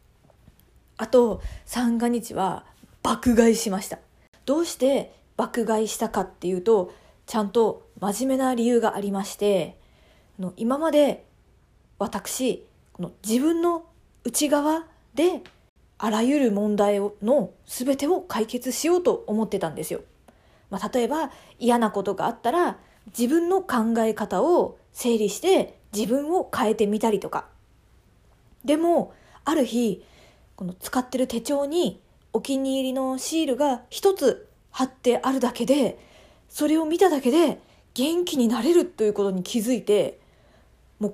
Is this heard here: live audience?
no